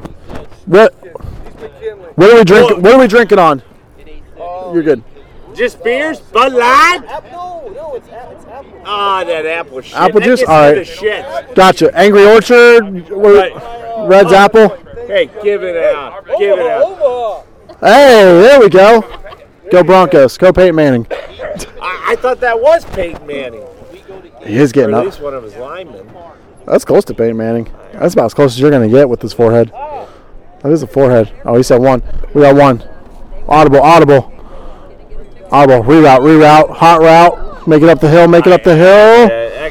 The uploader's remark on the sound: Massillon vs. McKinley Tailgate Show. We bring you all the sounds from the greatest High School Rivalry game.